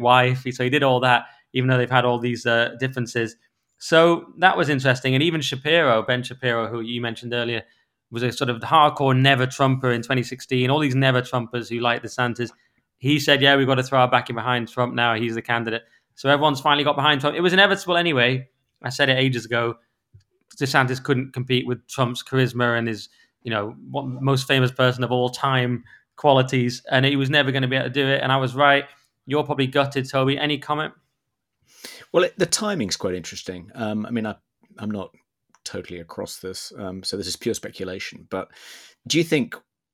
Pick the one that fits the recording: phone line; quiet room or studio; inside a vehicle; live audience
quiet room or studio